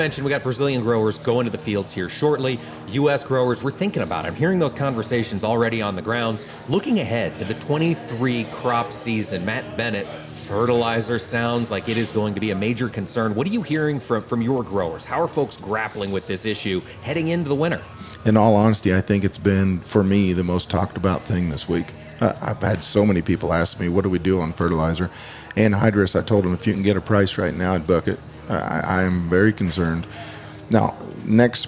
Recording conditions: busy venue